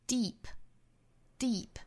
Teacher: 看第一个元音呢是一个紧音的 e, deep, deep.那后面这个 est,我们说到所有的最高级的这个 est 里面包含的这个元音啊都是松元音短元音 e,所以呢 est 读 est, est.那再放到单词里呢应该是 deepest, deepest,不要发成